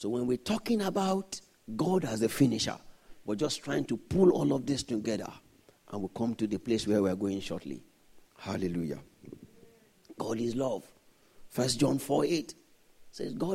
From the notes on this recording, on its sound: This Sunday Service message